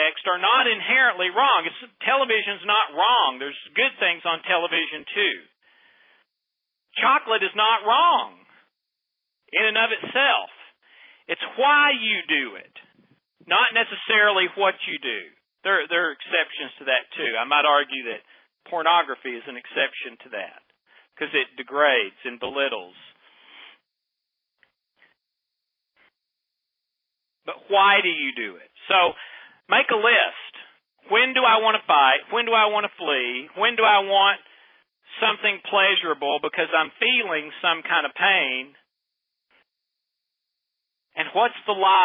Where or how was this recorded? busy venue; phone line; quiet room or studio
phone line